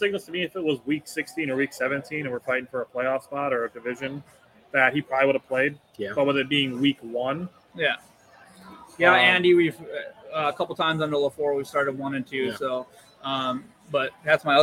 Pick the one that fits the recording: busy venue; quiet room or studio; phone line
busy venue